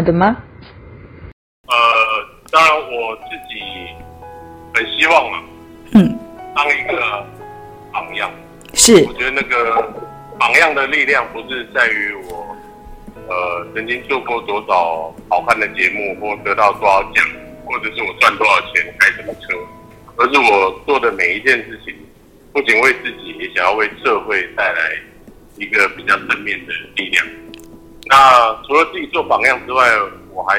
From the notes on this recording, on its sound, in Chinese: 本集因採電話訪問，錄音品質稍有影響，敬請見諒。